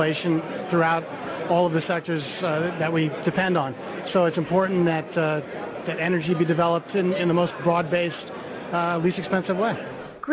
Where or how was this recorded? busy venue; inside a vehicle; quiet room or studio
busy venue